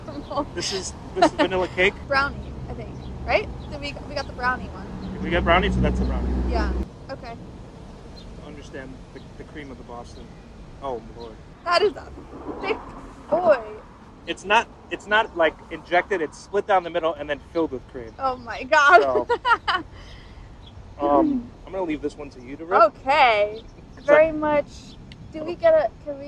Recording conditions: phone or laptop microphone